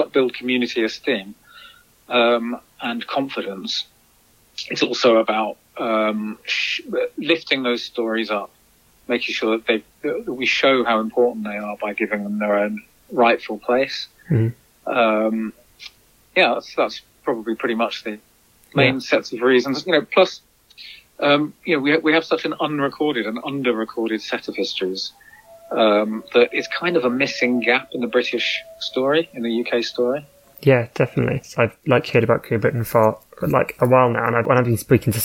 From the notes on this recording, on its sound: Spoke over the phone.